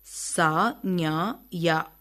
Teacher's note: சா, ஞா, யா ஆகியவற்றை நடுநா, நடு அன்னத்தை தொட உச்சரிக்கின்றோம். அதனால் இவற்றை அன்ன ஒலிகள் என்பர்.